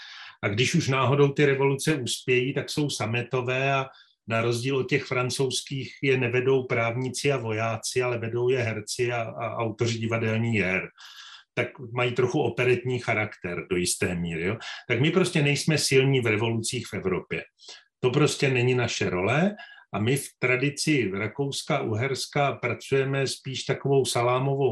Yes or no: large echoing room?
no